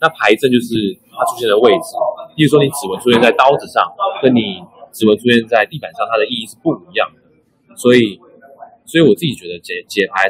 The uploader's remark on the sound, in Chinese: 本集現場錄音品質稍差，敬請見諒。